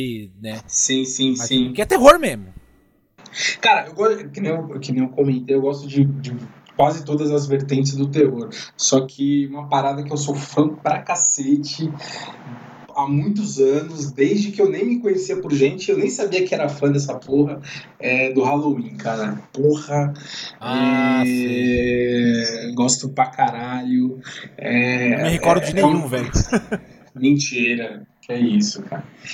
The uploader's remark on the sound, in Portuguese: Vale também dizer que enfrentamos dificuldades de áudio neste episódio, mas compromissados, fizemos assim mesmo.